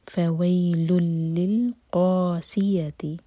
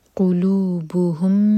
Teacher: قاف ہیوی سین پر سیٹی والی آواز · Shown in: first take